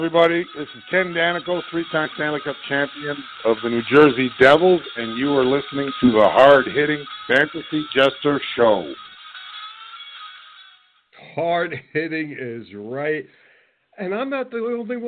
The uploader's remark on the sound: Tonight, opening the phone lines for the first time!